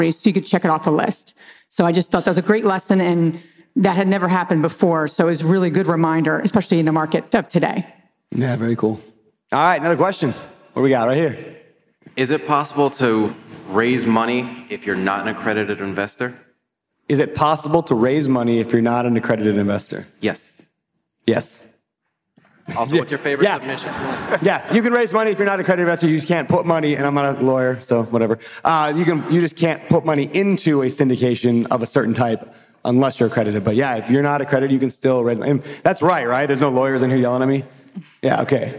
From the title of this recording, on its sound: Live Host Panel from NOLA